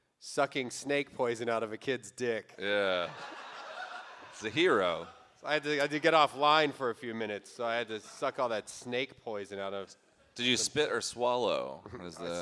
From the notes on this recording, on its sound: LIVE IN HOUSTON